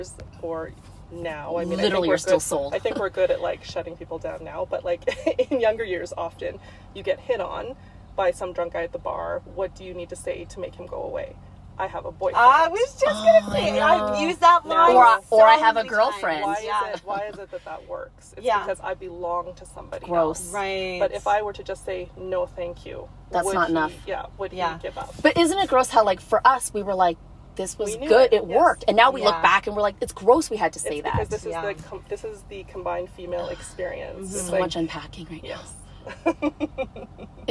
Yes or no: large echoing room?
no